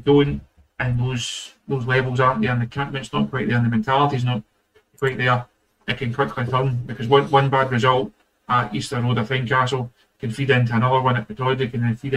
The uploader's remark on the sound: Apologies for the sound issues in tonight's pod.